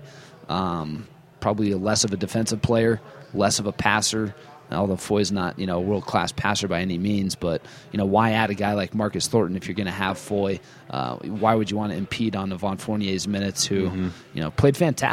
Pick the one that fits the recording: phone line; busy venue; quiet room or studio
busy venue